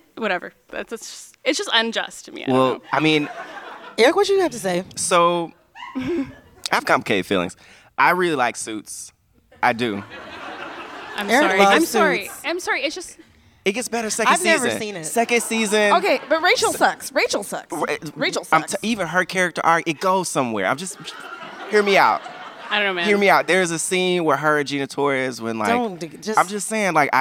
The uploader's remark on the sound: from our Toronto live show